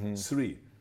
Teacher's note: we the Germans always say three with an S